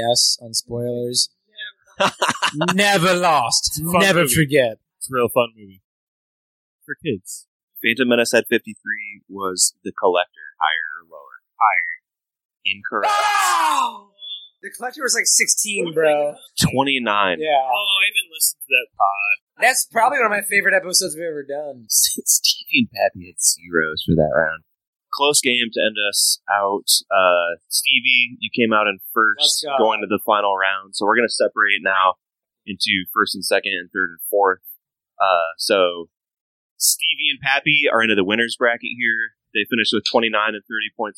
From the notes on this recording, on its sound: Note the audio quality in this one is a little sketchy